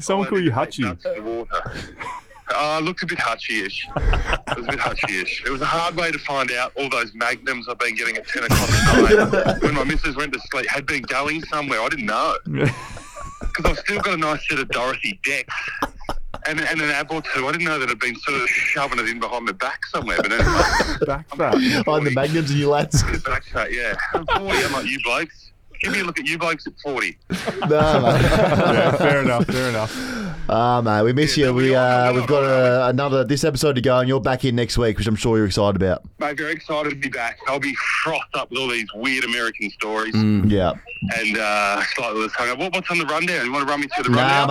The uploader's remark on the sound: they did receive an impromptu call from the intrepid traveller, live from Singapore Airport